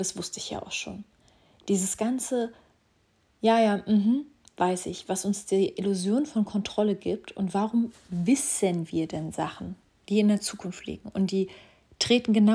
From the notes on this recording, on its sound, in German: Schon hab ich mit dem Jingle Vorsatz gebrochen und schon wieder raw und uncuttet per Handy recorded.